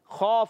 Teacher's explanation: جو ہے موٹے حروف میں سے عرف مستعلیہ میں سے اور خوا حلق کے اوپر والے حصے سے ادا ہوتا ہے